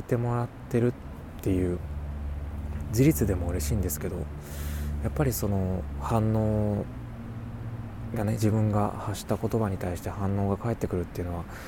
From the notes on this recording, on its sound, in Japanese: お散歩/04］。歩きながらつらつらとお話ししています。今回ノイズや風切り音が少し多めになっております。